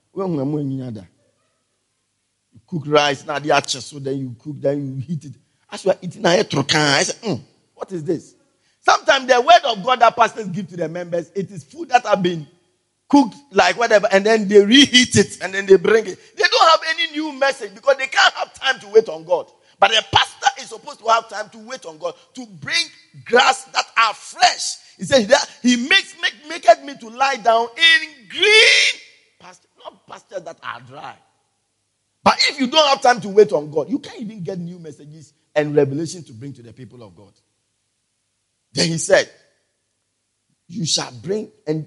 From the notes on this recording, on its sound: Preached At The Everlasting Father Cathedral